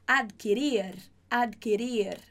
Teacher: é meio que você nem escuta esse D